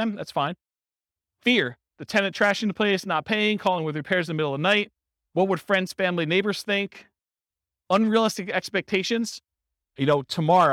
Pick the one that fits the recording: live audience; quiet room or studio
live audience